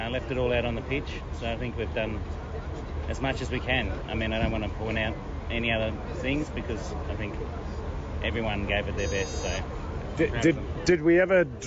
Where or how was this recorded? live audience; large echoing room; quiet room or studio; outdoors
outdoors